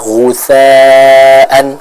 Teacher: huruf ghoin ini keluar dari tenggorokan bagian atas